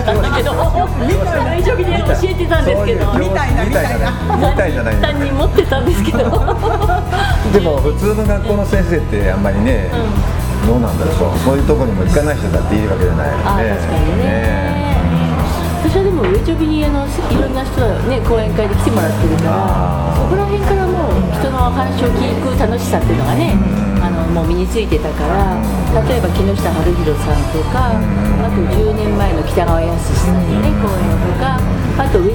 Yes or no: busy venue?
yes